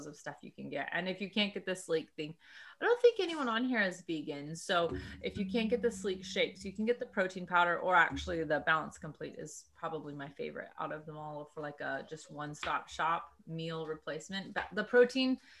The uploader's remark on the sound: Notes from a video and zoom call with the lady herself.